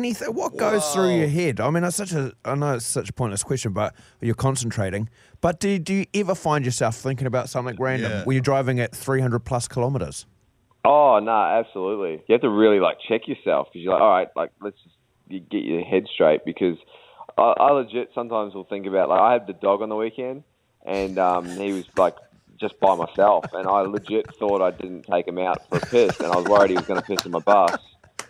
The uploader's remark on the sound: joined us on the phone